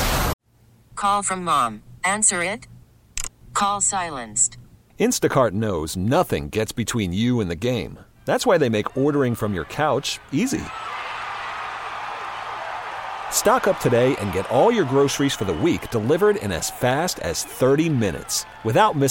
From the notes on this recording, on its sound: WE ARE LIVE FROM THE BON SECOURS WELLNESS ARENA FOR THE LEO SANTA TOY DRIVE